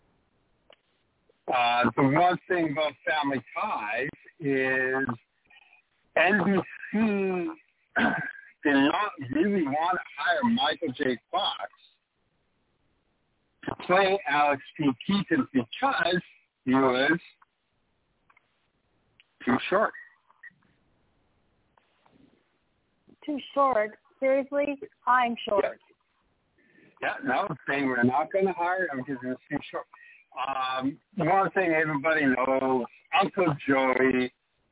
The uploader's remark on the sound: Taking your phone calls and chat quests/comments.